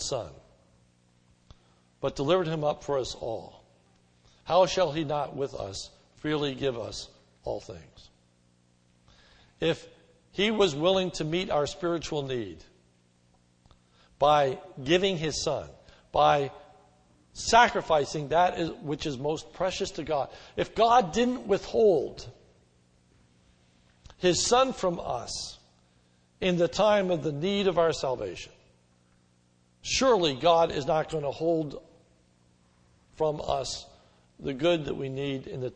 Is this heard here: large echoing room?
yes